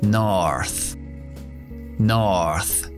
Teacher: <laughs> Esta palabra me cuesta porque la R de la OR tengo que tirar la lengua hacia atrás y la TH tengo que tener la lengua fuera de la boca. Así que es complicado esta, esta palabra con el acento estadounidense.